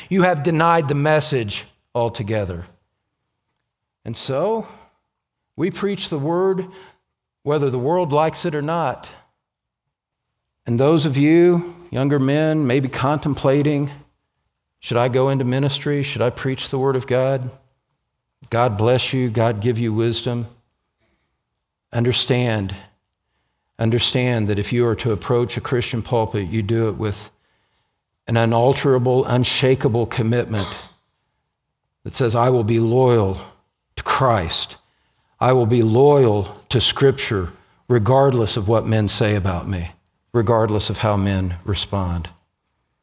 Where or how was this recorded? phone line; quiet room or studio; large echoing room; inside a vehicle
large echoing room